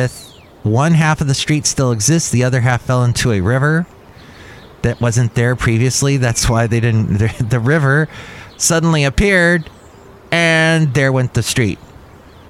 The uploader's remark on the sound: podcasts live from Cafe Anyway